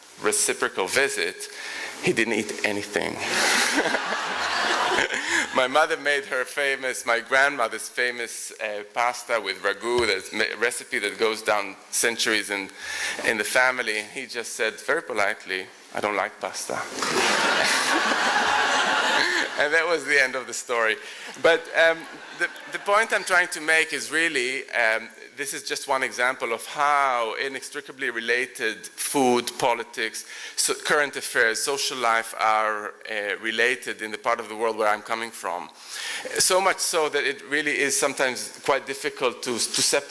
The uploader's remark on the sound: Recorded at The Tabernacle in London in May 2010.